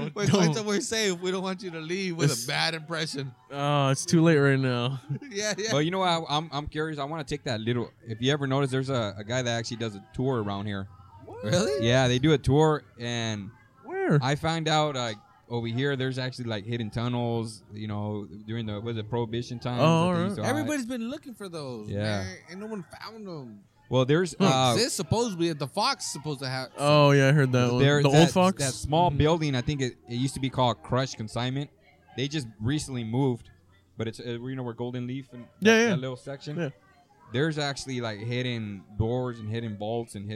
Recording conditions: busy venue